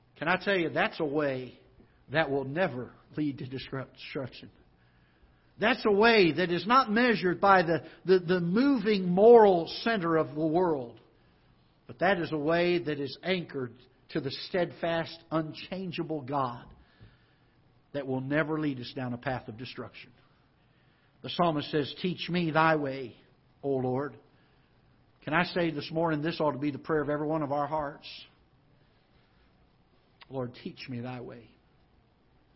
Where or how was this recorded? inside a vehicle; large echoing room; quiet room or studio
large echoing room